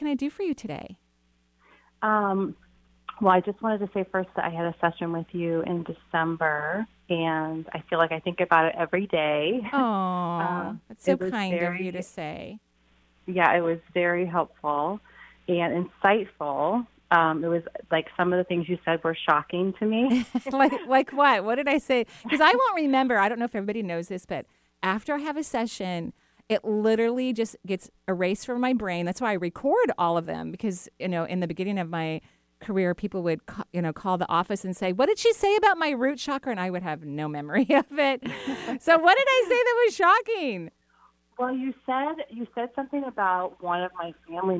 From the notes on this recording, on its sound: Enjoy this call in show.